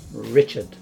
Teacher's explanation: Richard is very, start of the syllable is very tight together, and then the mouth opens quickly, and there's the air pressure is coming out fast.